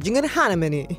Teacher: I feel like your third syllable, the inflection might have been a bit higher.